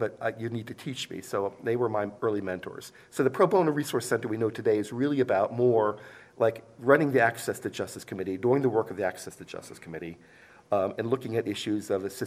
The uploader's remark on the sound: This episode is part two of a three-part recording at the 2023 Annual Meeting.